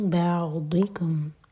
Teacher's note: यह है बौद ज़बान की साइड से, ज़बान की टिप से नहीं वरना दाल की आवाज़ आएगी।